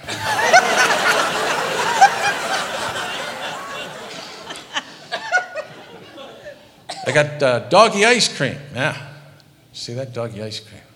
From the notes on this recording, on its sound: Live at the SouthPoint Casino